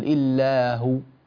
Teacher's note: واو قصيرة جدا لم تأخذ زمنها، مكن الواو بارك الله فيك.